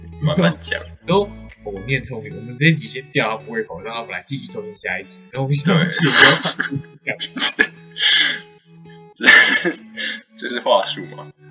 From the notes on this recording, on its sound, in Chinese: 請原諒音質…設備有點問題